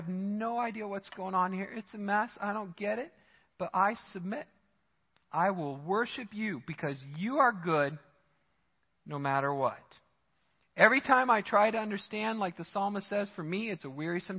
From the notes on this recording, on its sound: Midland Evangelical Free Church Sermon Audio